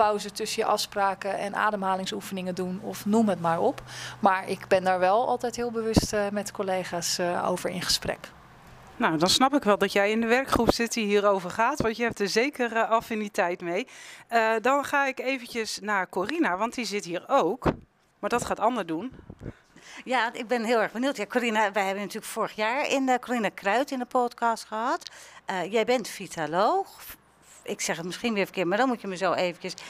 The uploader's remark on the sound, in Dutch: In deze podcast zijn we op bezoek bij het Fitfestival van cluster Dienstverlening.